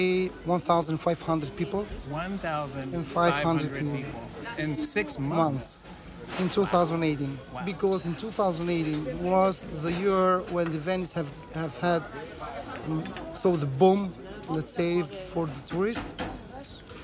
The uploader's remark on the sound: In the early morning 6:30am sunrise while listening to the morning tolling bells. The square was empty, waiting to be filled with residence and tourists - mostly tourists. Record our conversation while sitting outside of a cafe that is his go-to.